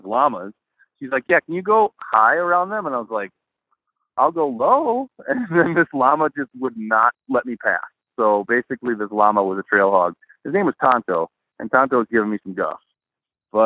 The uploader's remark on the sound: called in from Leadville!